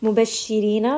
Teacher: ra in this case is light because it has a kasra.